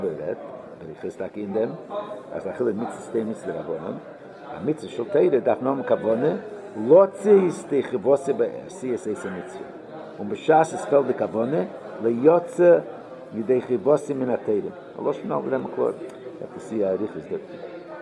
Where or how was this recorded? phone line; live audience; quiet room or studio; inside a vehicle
live audience